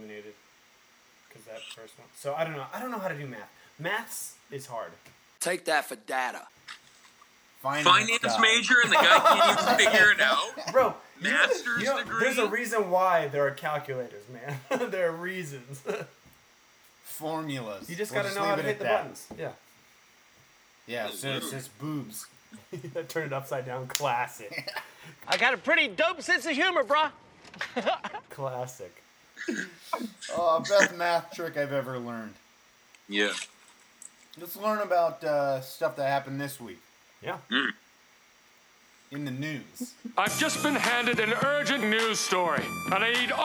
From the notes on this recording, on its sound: The BN crew works through technical difficulties this week to bring you a shortened but hopefully entertaining episode.